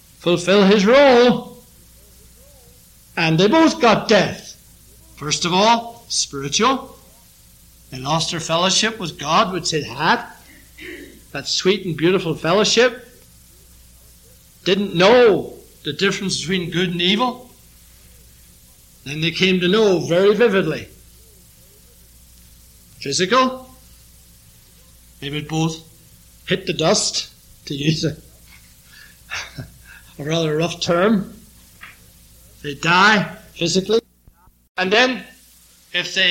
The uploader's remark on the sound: This sermon was preached during the evening sermon.